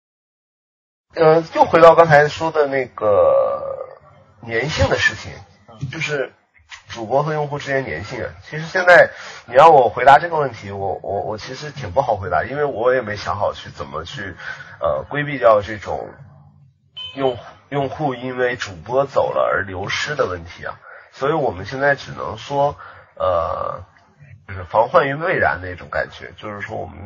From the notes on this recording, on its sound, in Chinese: 这期音质很差，请注意了。